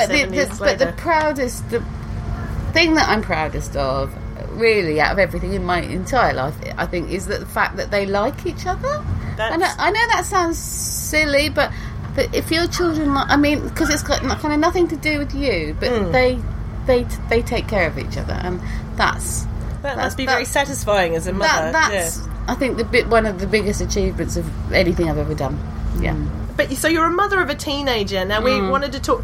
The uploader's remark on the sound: This episode was recorded in a yurt at Camp Bestival